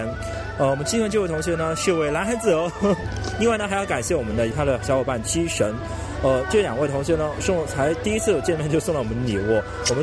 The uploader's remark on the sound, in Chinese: 本次为大家带来的是我们本地ComicHope06同人展的现场采访活动。